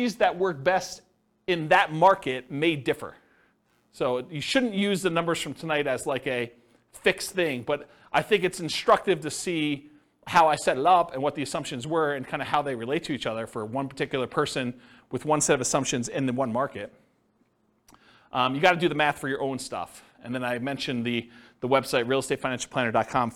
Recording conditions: live audience